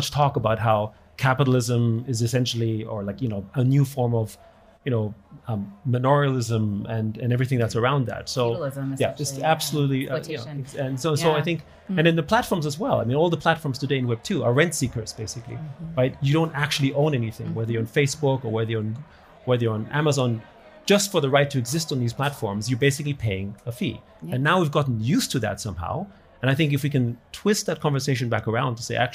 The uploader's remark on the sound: A live recording at The Hub by Casper Labs during the WEF's Annual Meeting at Davos 2024. Davos, Switzerland. They engage in a live podcast session.